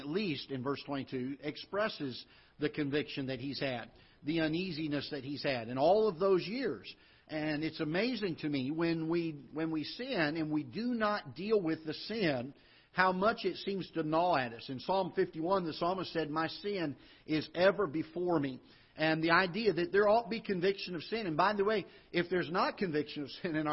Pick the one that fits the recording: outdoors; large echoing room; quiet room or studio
large echoing room